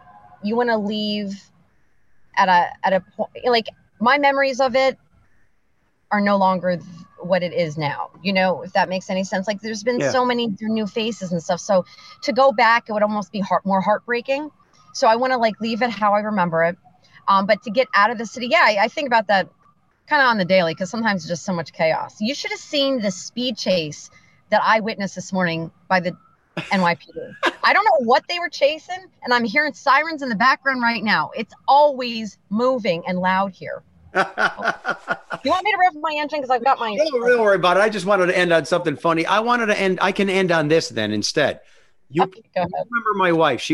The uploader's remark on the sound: sitting in your stick-shift Mazda in a quasi-parking spot on the streets of Manhattan with your iPhone doing an hour-long podcast (with video)